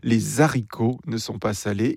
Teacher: prononcée à la Cajun avec la liaison